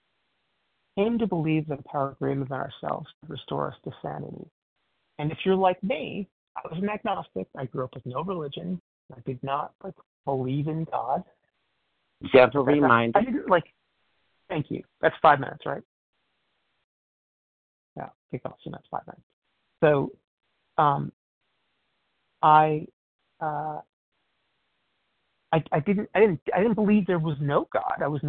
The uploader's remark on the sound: 100 Pounders Phone Meeting